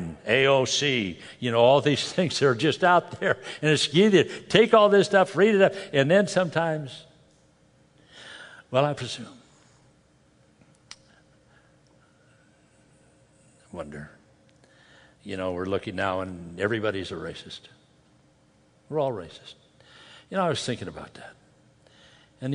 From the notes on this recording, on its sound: From the Northern California and Nevada Calvary Chapel Pastor's & Leaders Conference